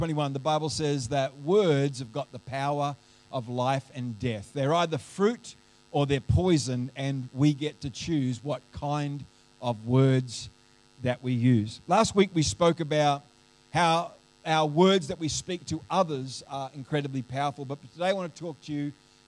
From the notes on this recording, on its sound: The live stream of Destiny Church Atherton